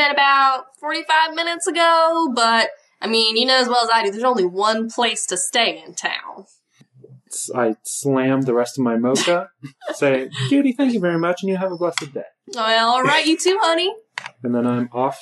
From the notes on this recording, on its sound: Thanks for sticking with us through some rough audio quality.